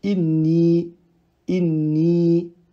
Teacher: Le nun avant lui possède une kasra, du coup forcément, ce yé sera un prolongement de deux temps · Term: yé voyelle longue